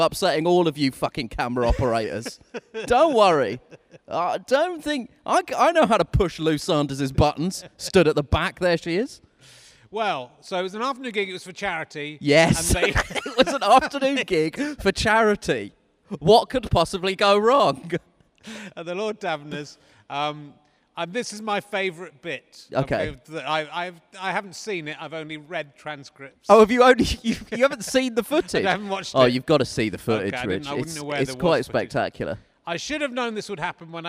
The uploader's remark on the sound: At the Clapham Grand in South London. A virtual audience are on the TV screen beside him. The socially distanced guest.